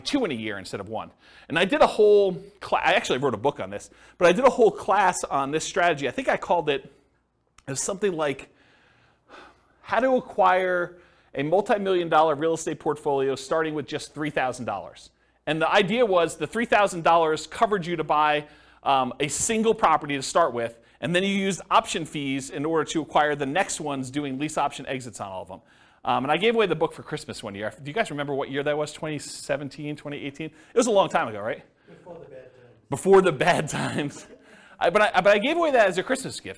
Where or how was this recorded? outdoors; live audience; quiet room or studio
live audience